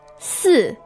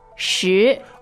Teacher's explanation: Okay, now, again, just concentrate on the sound, perhaps, here for a second. So the first sound is the fourth tone. Yes. And the second one is the second tone.